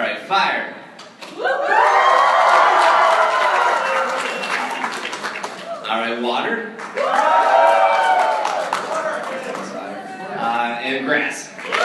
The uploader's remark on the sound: This show took place on April 27th, 2014 and had an audience of up to 300 people.